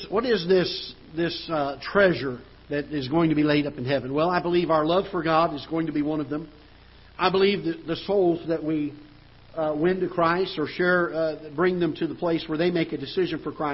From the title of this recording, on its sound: Ketha Heights Baptist Church ~ Live Broadcast